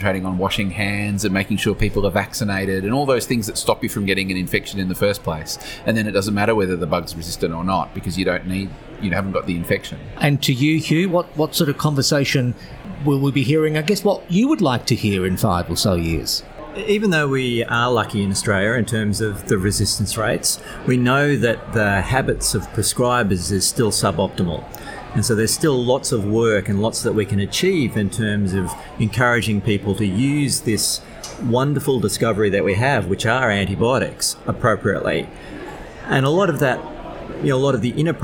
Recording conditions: busy venue